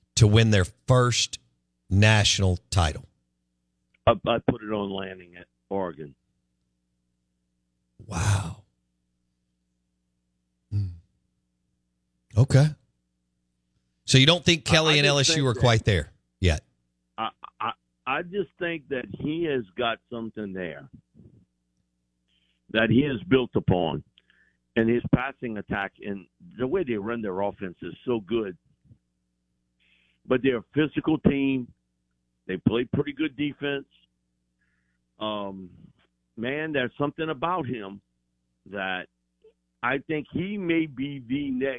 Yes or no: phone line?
yes